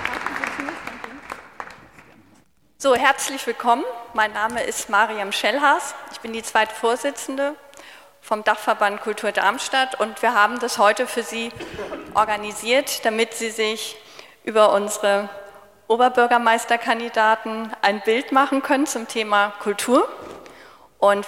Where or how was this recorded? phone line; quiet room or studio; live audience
live audience